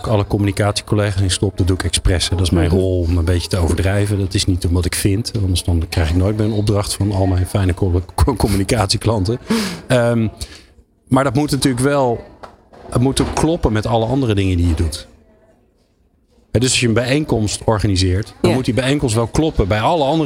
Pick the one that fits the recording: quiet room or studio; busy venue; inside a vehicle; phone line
busy venue